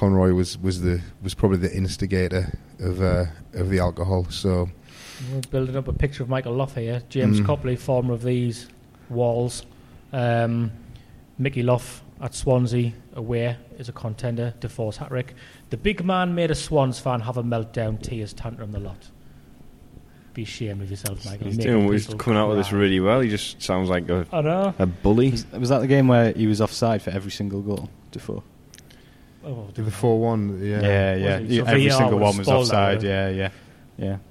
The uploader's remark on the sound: are at The Peacock